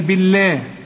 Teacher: بالله مدام الباء هنا مكسورة فلفظ الجلالة هنا مرقق